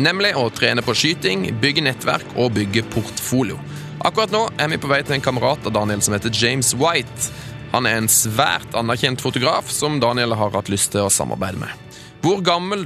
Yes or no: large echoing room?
no